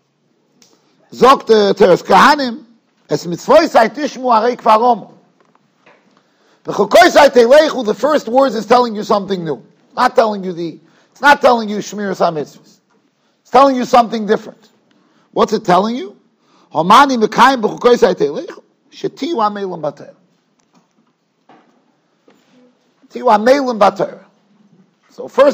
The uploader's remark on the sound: Shiur recorded in Yeshivas Ohr Reuven, Monsey NY.